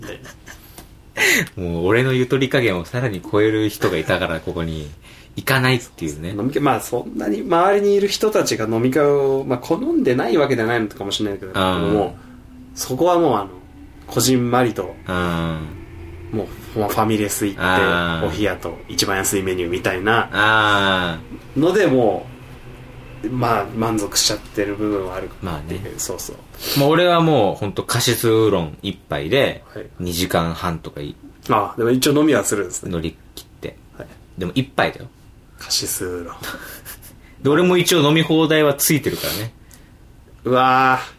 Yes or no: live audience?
no